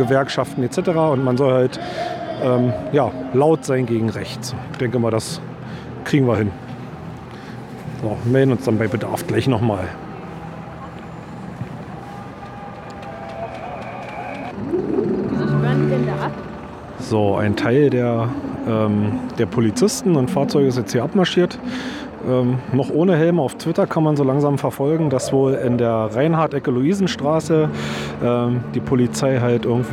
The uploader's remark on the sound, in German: Ich war im März mit meinem großen Sohn auf einer Demonstration gegen einen Naziaufmarsch in Berlin und hatte mein Aufnahmegerät dabei.